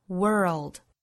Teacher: 别很大，因为英音之中呢是长元音、紧元音的单元音的发音 were 之后带一个舌侧音 world,而美音呢是卷舌的音再过渡到舌侧音